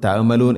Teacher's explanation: തഅമലൂൻ എന്നോതിപ്പോവരുത്, തൊണ്ടയുടെ മധ്യഭാഗമാണ് അയിൻ.